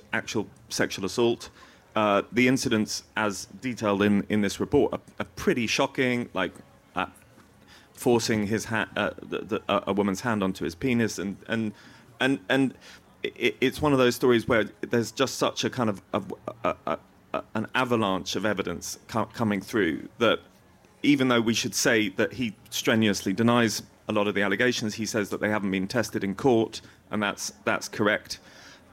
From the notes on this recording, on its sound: In this episode, recorded at Kite Festival on Sunday 11th June. Is joined on stage by Tortoise editors.